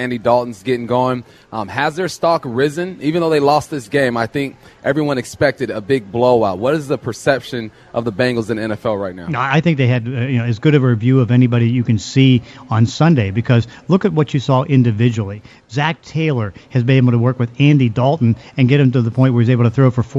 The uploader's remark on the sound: live at Snoqualmie Casino